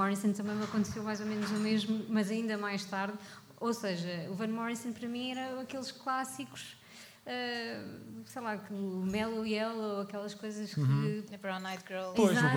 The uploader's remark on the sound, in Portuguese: … AO VIVO. Chasing Rabbits Record Store.